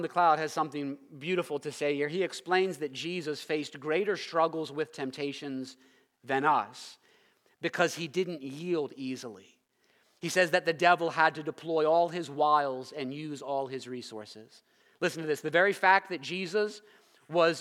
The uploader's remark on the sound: preached this sermon at Covenant Fellowship Church on December 25, 2022.